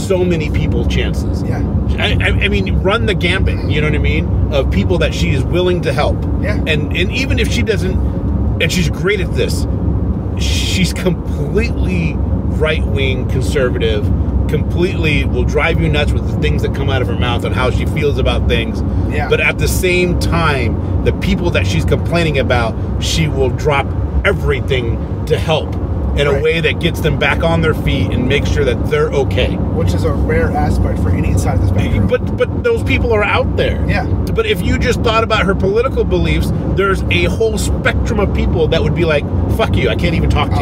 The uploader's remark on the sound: In The Car with Spoiler Country.